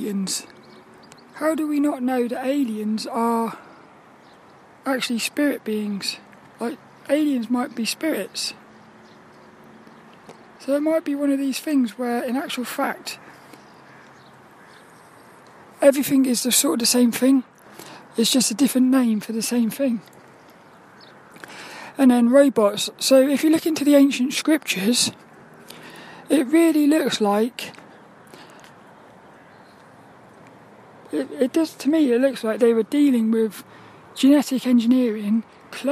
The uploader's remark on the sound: Walk and Talk. There were lots of birds out playing.